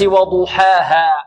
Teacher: الواو ماذا؟ مرققة، والضاد مفخمة، من حروف الاستعلاء السبعة، مفخمة